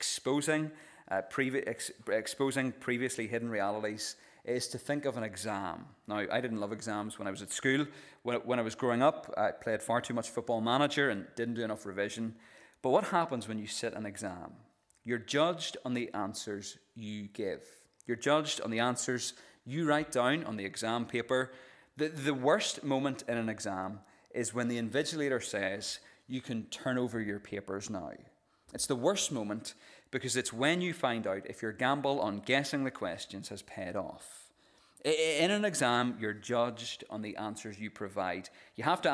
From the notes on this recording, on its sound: This is the recording of the Bible reading and sermon from our evening service on Sunday 2nd July 2023.